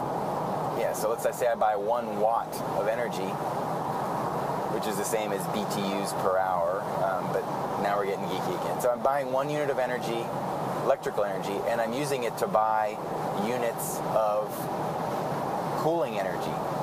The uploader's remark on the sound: The episode takes place in a van. Prepare yourself for the soothing background hum of the open road. Records his thoughts with a mobile microphone.